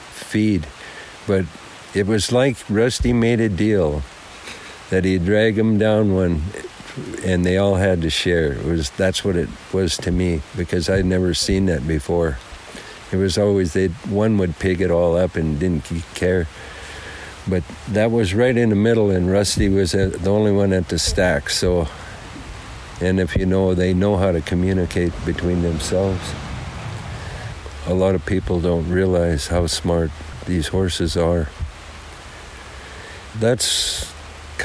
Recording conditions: outdoors